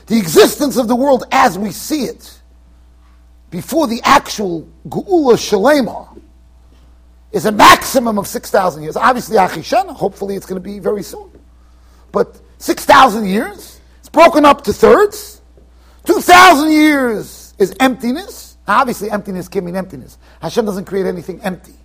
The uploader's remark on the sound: Shiur recorded in Yeshivas Ohr Reuven, Monsey NY.